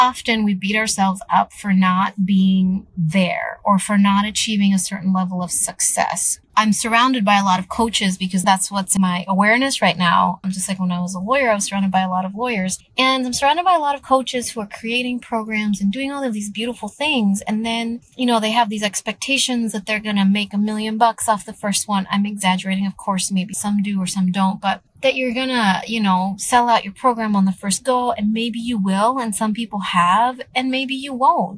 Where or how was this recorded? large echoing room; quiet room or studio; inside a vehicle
inside a vehicle